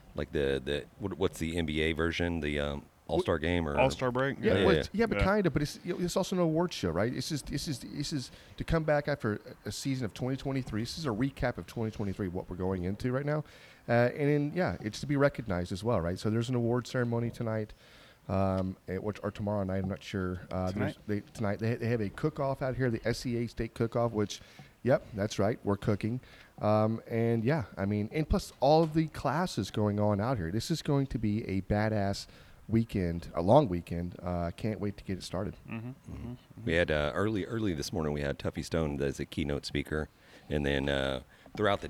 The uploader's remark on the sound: In this episode we are on location at the 2024 NBBQA conference in San Antonio!